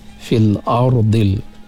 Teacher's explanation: pada huruf ra mati sebelum dia baris di atas, fil ardi kita baca dengan tebal